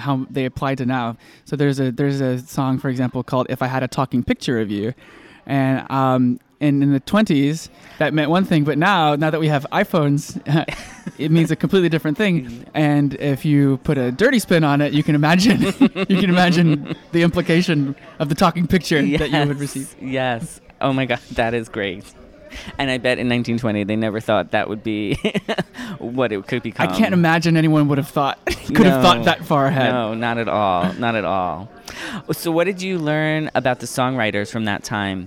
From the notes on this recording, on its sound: live from Feinstein's/54 Below press day